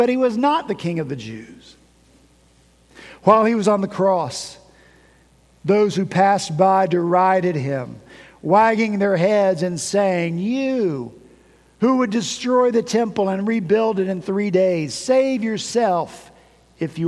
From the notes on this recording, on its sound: At Redeemer Presbyterian Church in Charleston, SC